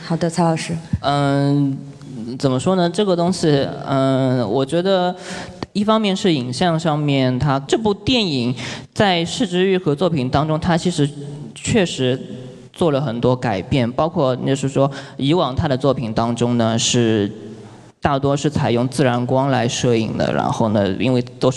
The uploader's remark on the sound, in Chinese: 上海美琪大戏院。映后交流的现场录音。回答了现场观众的录音。